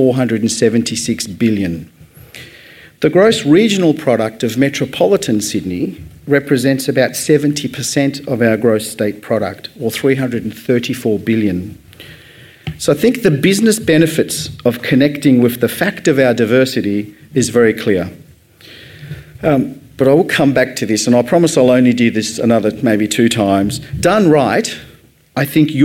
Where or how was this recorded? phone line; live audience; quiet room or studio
live audience